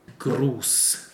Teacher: in this case, like in Gruß, we have a long closed vowel, U